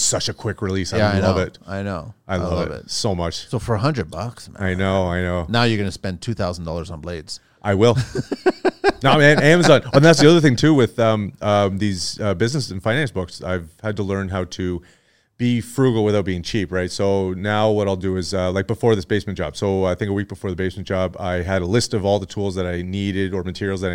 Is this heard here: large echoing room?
no